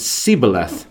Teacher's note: the Ephraimites could not pronounce the SH sound. They pronounced it Sibboleth. They couldn't pronounce the SH and gave themselves away for their upbringing because they couldn't pronounce that.